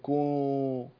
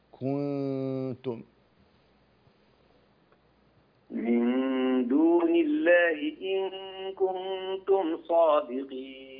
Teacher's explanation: لا تضم الشفتين في حرف النون في كلمة كنتم · Shown in: second take · لا تقول كو، النون ساكنة ترجع الشفتين.